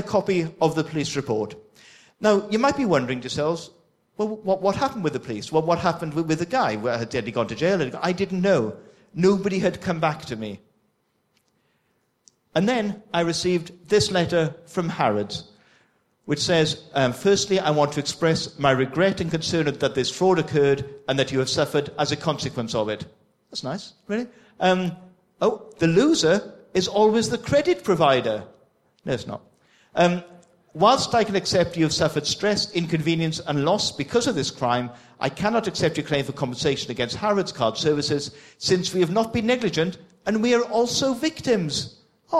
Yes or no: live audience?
yes